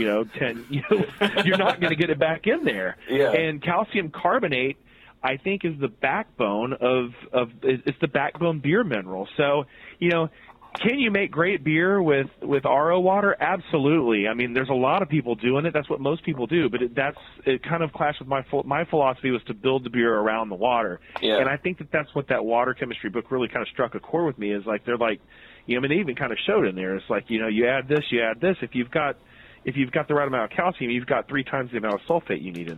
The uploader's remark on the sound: Had the chance to talk to him on the phone.